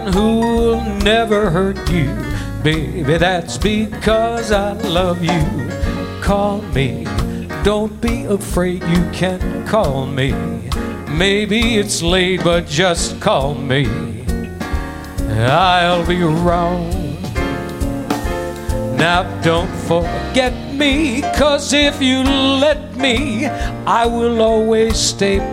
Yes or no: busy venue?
yes